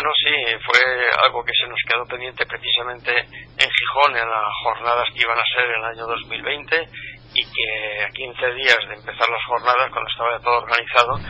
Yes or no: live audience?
no